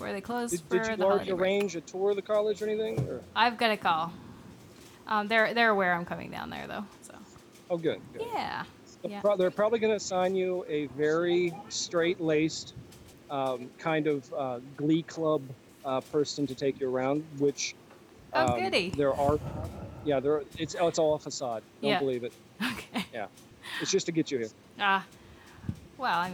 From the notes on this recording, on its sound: Joining us live form a bar ! Give the phone to someone in the bar.